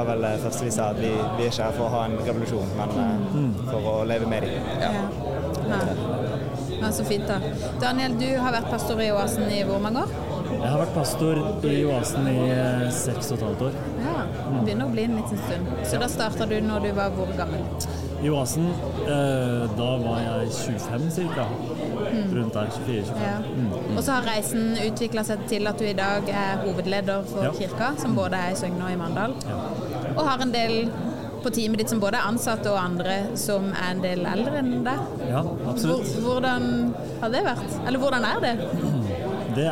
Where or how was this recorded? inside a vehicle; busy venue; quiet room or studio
busy venue